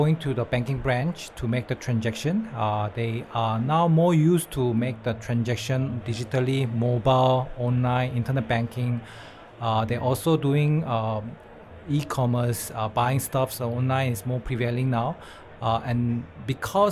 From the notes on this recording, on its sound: LIVE from Hong Kong FinTech Week and Singapore FinTech Festival